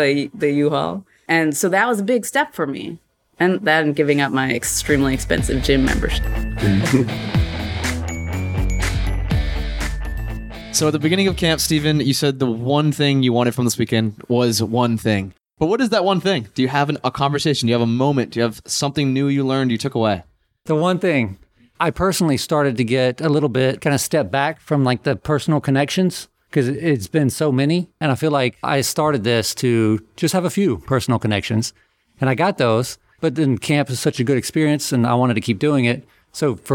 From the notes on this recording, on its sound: Today's episode was recorded live at Camp FI down near Gainesville, Florida. Camp FI is a retreat of 40-60 people at locations across the country.